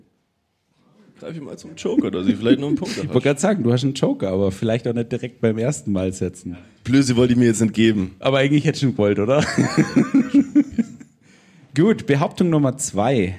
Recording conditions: live audience